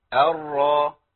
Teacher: يبقى ابتسامه بسيطه جدا جدا جدا عشان اجيب الهمزه. والراء مفخمه محتاجه تدويب الشفتين، تبويزه بسيطه قوي